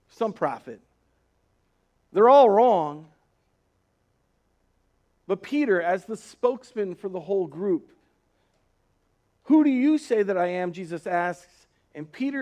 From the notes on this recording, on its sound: Recorded on March 1st, 2020 at Word of Life Church in Le Sueur, MN.